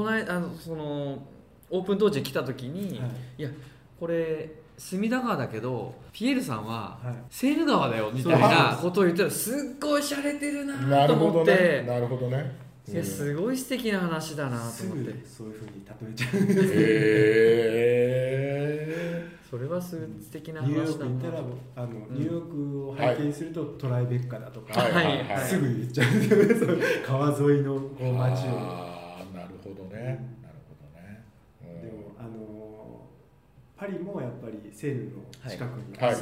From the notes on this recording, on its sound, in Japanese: 今回は、東日本橋にあるアナトミカ 東京にお邪魔して収録。